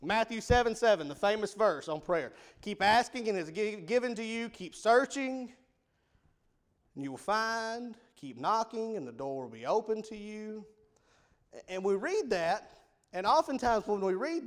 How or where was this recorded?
large echoing room